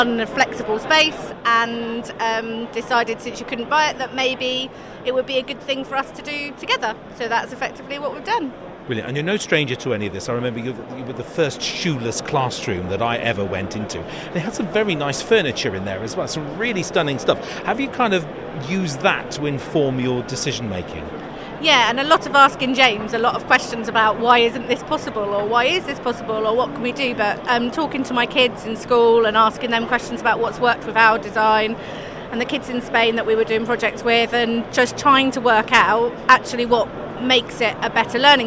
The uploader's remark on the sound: NetSupport Radio LIVE show from stand D120 at BETT2018. The equipment that we use costs less than £3,000.